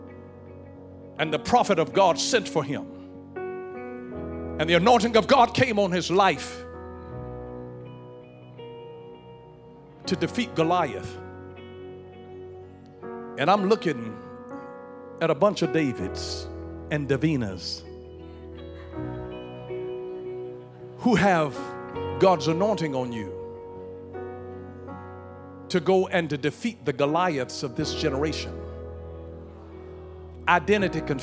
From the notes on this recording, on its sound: In Heart of God Church's youth service.